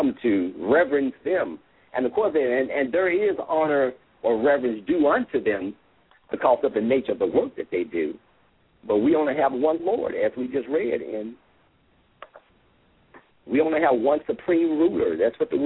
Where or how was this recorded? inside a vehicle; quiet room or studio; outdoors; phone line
phone line